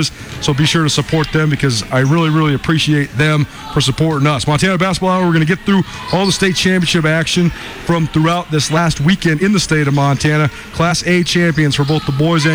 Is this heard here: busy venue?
yes